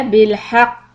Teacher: When you stop, make a very heavy قلقلة، because when the قلقلة comes with the شدة، then it is very heavy